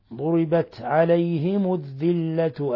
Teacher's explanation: لاحظوا التاء ساكنة تهمس